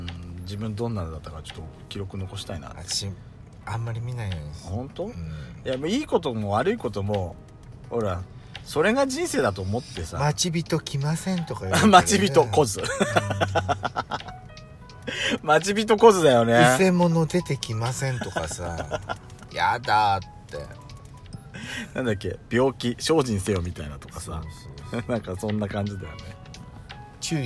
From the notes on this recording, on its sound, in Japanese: パーキング収録